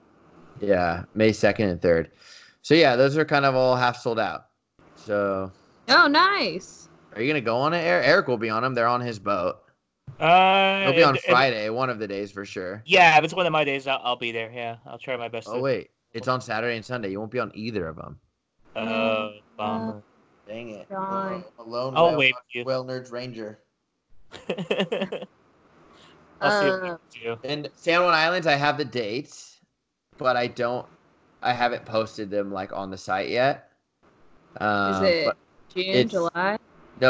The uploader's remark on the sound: we were successful with recording via skype